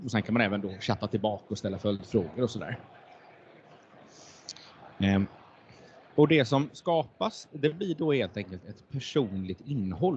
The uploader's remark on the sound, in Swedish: Veckans avsnitt är inspelad på Data Innovation Summit 2023.